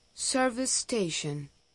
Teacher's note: El sonido de la primera E de service es largo. La consonante R que sigue a una vocal larga se escucha muy poco en el inglés británico.